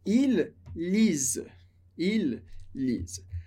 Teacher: quando a gente vê lisent, terceira pessoa do plural, eles, elas, nesse caso, ils, eles, a gente não pronuncia o ENT